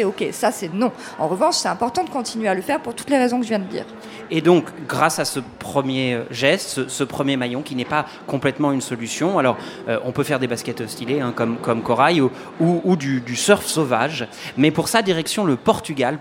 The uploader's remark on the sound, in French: Et comme cette émission se déroule en direct de Marseille au Festival So good.